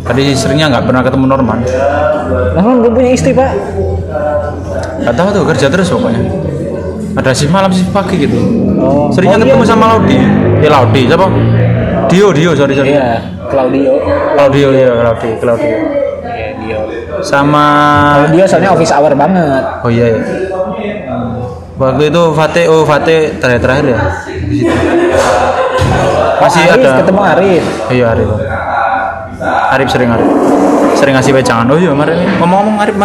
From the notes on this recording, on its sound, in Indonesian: kami rekaman di dalam cafe Jendela (Tembalang)